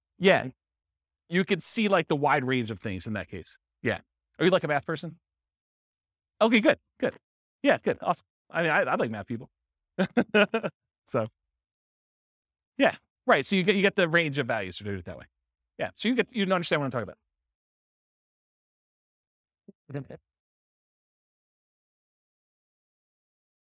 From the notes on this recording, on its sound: This was a live class recorded